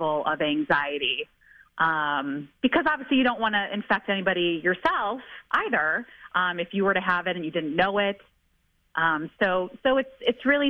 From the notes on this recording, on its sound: Reset checks in with a reporter covering the issue in the Chicago area and opens the phones to listeners.